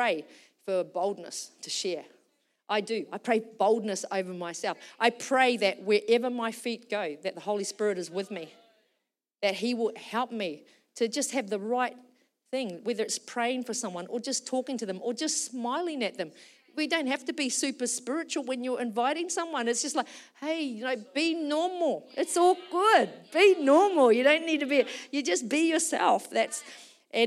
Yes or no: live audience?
yes